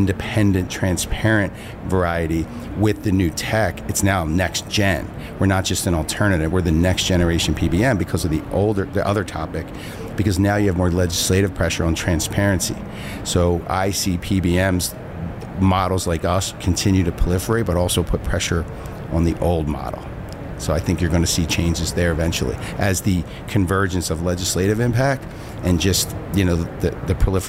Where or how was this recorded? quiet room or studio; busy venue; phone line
busy venue